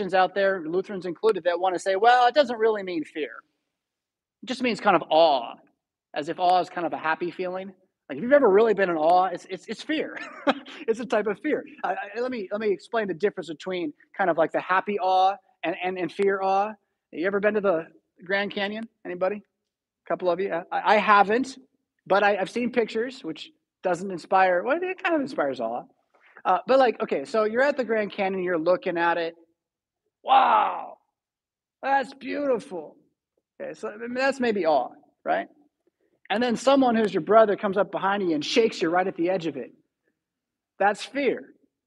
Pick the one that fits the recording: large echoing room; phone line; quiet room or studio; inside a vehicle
large echoing room